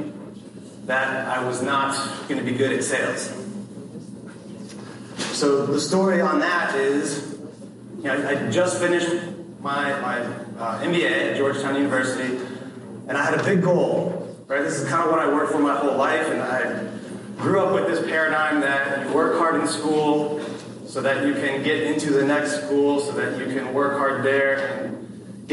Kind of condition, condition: setting, live audience